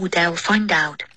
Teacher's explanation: Would ever find out,不是 find out. Find 这个字呢不是关键词 Find out 的重音是 out.